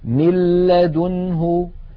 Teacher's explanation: لاحظوا مل من الميم إلى اللام مباشرة، وننطق لاما مشددة ولم يبق من الغنة شيء